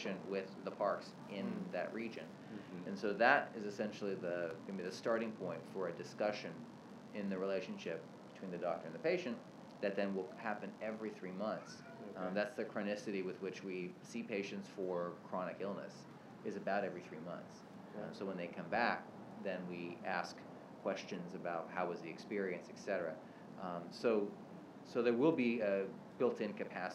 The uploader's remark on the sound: this is my first park podcast.